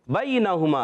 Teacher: یا ساکن سے پہلے زبر آ گیا یا لین ہے نرمی سے ادا کریں گے اور نون پر زبر ہے حرکتیں نہیں کھینچیں گے ہا پر